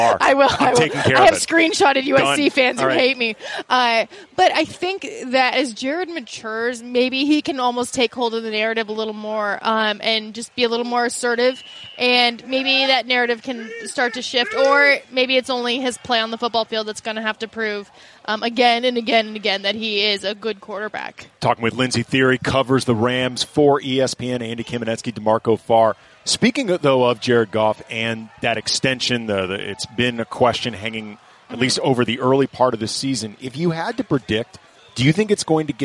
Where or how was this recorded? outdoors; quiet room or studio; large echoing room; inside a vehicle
outdoors